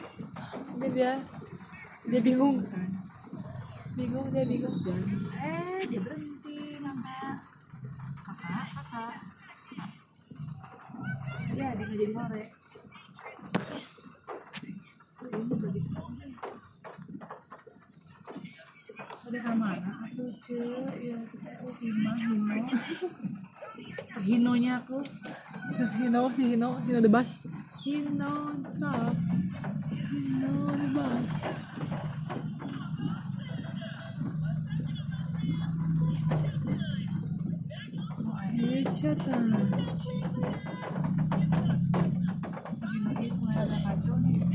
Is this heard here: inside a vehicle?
yes